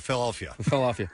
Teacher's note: Like syllables blend together. Well, Philadelphia, for example, becomes Fluffia.